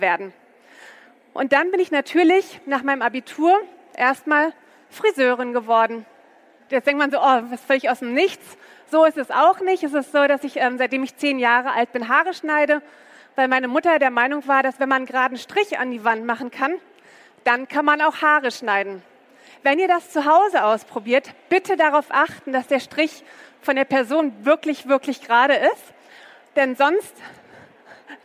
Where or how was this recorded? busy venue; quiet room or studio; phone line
busy venue